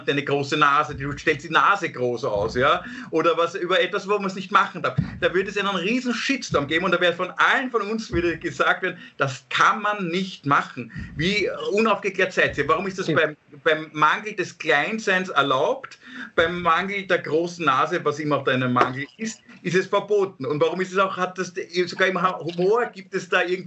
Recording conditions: video call